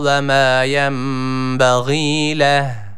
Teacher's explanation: Dururken H harfini yine belirgin bir hale getiriyoruz.